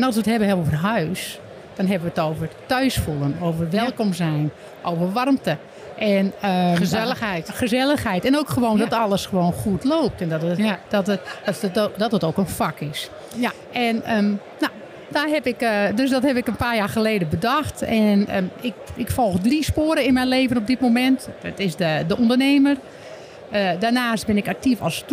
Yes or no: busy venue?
yes